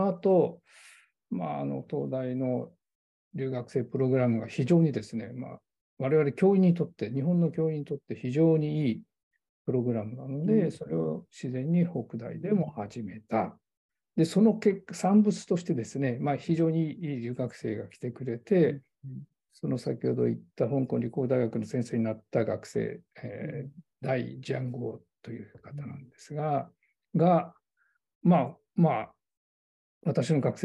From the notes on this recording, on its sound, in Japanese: 収録場所： オンライン (Zoom)